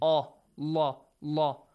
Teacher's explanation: the letter lam in the word Allah, or the word Allahumma also, will be pronounced heavily